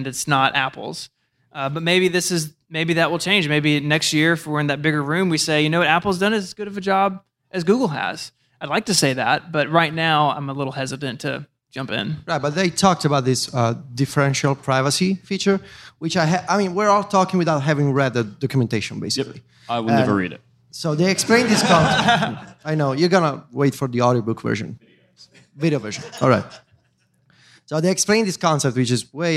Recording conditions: live audience